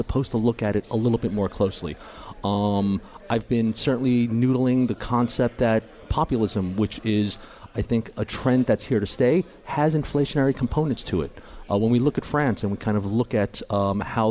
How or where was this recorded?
busy venue